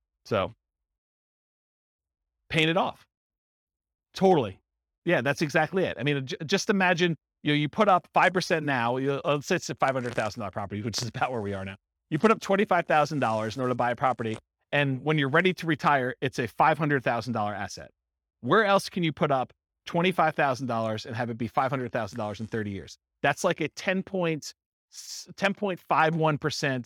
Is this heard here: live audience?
yes